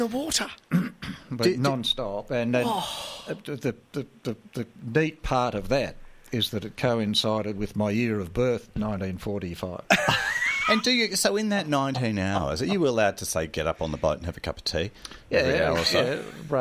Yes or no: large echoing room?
no